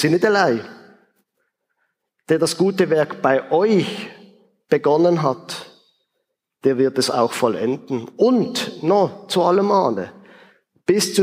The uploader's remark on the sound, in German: Ausschnitt aus dem Ziitfenschter-Gottesdienst vor der Kirchgemeinde-Versammlung